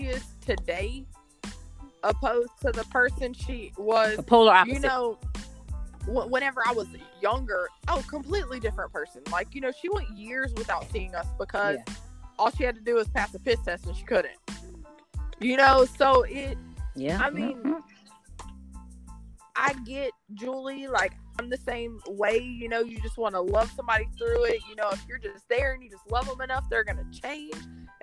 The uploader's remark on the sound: Please excuse audio quality due to the coronavirus we have to practice this social distancing thing..